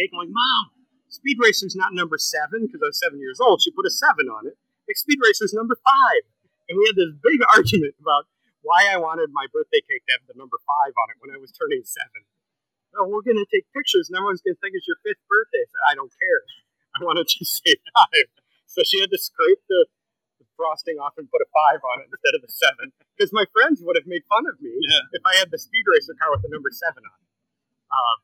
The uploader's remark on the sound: Live from QuadCon Dubuque. Live at QuadCon Dubuque, October 2, 2022.